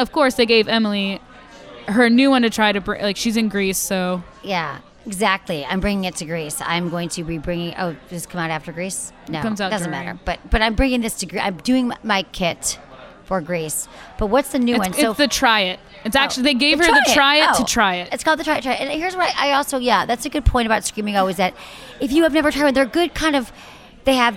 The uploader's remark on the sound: Live from a sex toy expo.